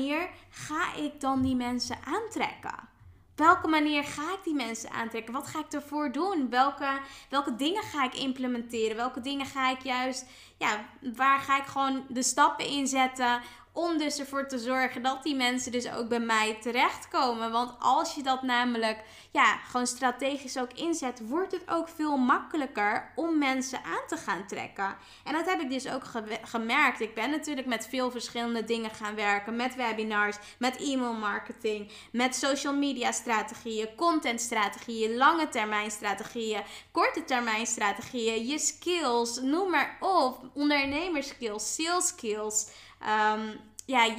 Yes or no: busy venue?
no